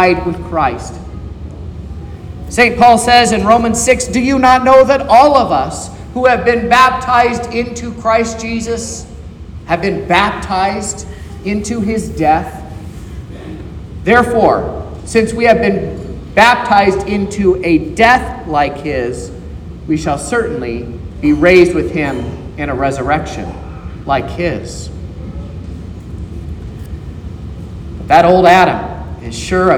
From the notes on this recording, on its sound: This is the sermon preached at Trinity Lutheran Church in Vallonia, Indiana, on Sunday, September 10th, 2023.